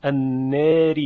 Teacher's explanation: انناری آخر کلمه مکسور، انناری تقلیل می شد، اماله بین بین، بین بین